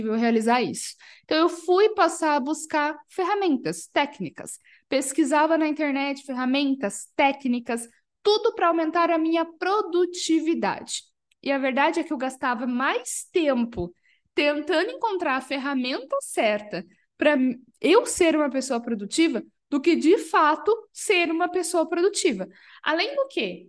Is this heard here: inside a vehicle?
no